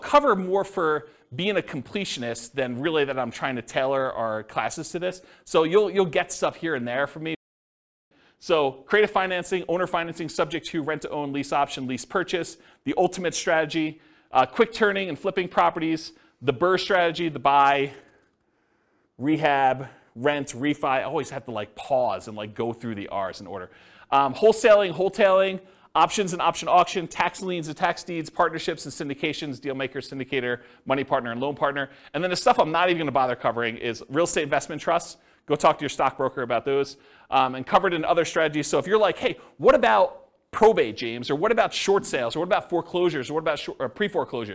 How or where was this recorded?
live audience